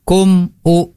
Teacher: Maka di sini adalah idhar syafawi. Artinya mimnya itu tidak disamarkan atau digunahkan